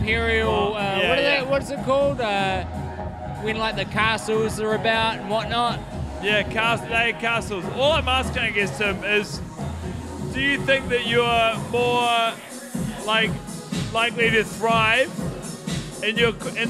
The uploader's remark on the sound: Recorded in downtown Auckland city at a underfilled club on a Friday night